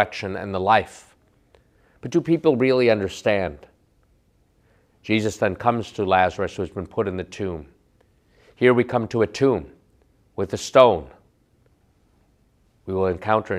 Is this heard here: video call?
no